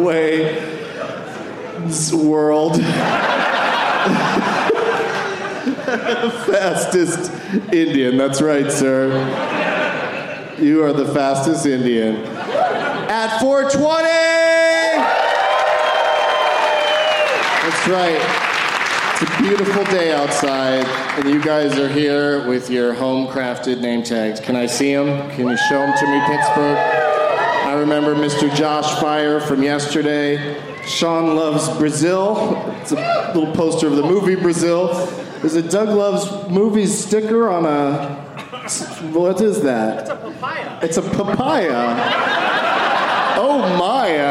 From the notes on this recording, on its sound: Live from the Pittsburgh Improv